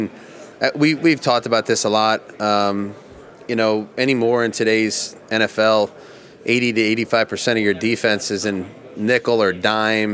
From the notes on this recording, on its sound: Talk in great length at the Combine. Plenty of sound from the Scouting Combine on Wednesday when both GM and HC talked to the media in great length. Your calls and text will close out the show.